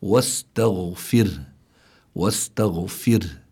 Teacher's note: هون الراء حكمها الترقيق، السبب أنها أول شيء ساكنة مكسور ما قبلها، عم نحكي عن راء ساكنة، مكسور ما قبلها لم يأتي بعدها حرف من حروف الاستعلاء.